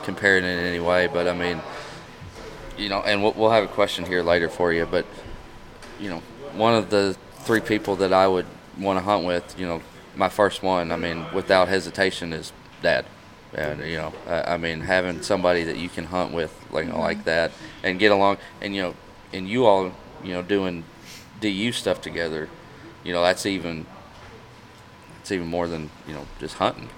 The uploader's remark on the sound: This week the boys are recording from the showroom in Danville, right before the start of the Wilderness Trail Ducks Unlimited Banquet.